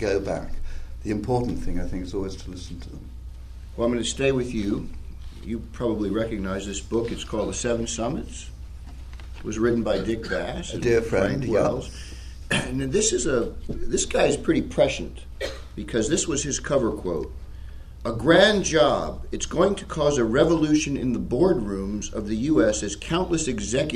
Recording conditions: busy venue